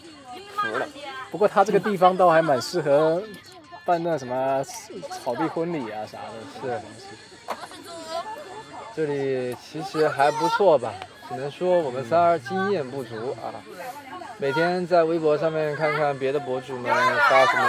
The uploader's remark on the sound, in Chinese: 上个周末去露营了心心念念，同时还心心念念的试了一下户外录制是什么感觉。